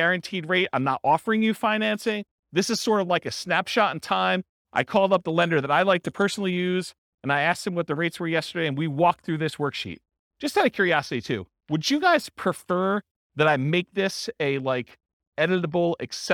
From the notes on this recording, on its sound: This was a live class recorded